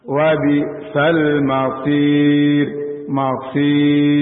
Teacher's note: Jadi rahang bawah atau bibir bawah diturunkan. Nah, tidak diangkat. Kalau diangkat jadi tafkhim, tebal. Diturunkan. · Term: tarqiq tipis